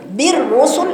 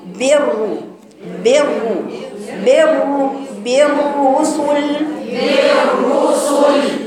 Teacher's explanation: مش بر، ليست بر، الراء المشددة المضمومة اتنين راء والاتنين مفخمتين · Shown in: second take